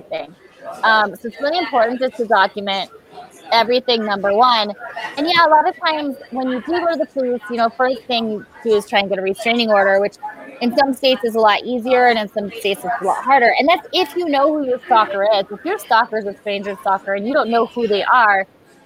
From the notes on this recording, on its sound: Live from DayGaCom